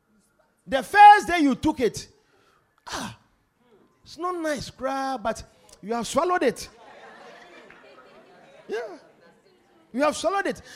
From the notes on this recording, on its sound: Preached at The More Than You Can Carry Convention Day 3.